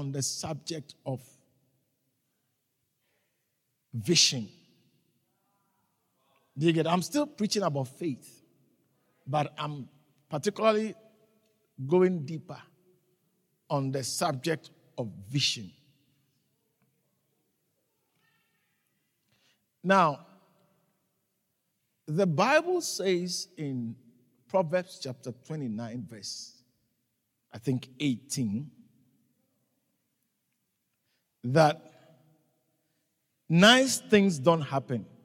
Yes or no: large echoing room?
yes